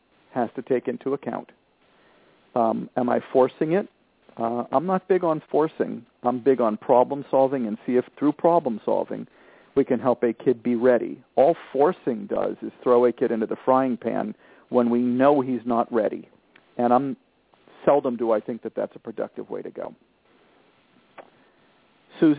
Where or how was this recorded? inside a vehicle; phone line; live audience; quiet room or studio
phone line